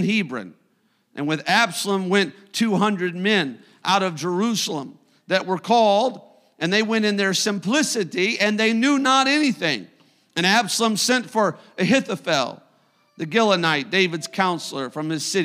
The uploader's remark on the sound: A service recording from Connect Point UPC.